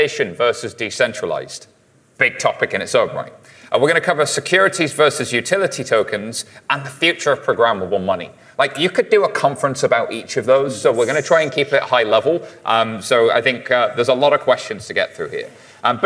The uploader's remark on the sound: directly from the stage at Money20/20